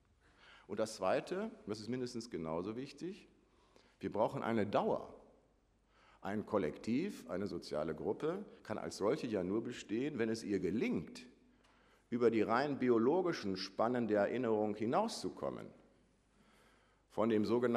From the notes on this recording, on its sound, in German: Vortrag im Rahmen der Samstags-Uni